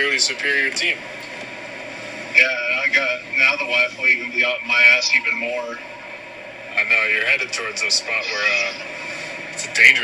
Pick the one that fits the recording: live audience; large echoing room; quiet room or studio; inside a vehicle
inside a vehicle